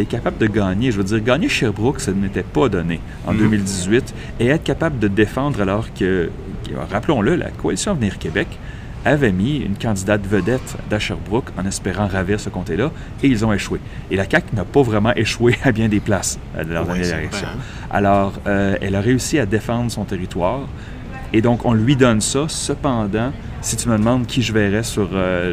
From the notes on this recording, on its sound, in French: enregistré pendant et après le congrès de Québec solidaire à Gatineau